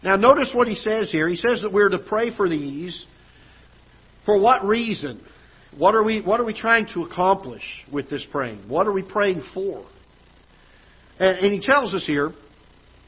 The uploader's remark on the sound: Ketha Heights Baptist Church ~ Live Broadcast